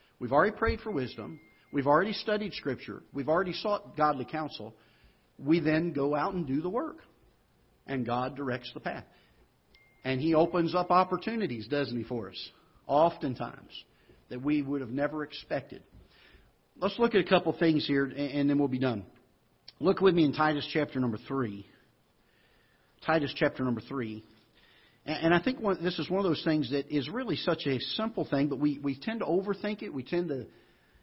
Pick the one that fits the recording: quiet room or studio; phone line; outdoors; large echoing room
large echoing room